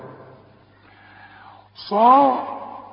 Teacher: الصاد مفخمة قوي بعدها الألف